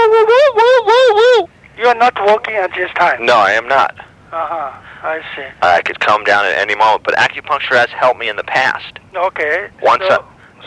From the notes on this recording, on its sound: Personal Prank Phone Calls Collection.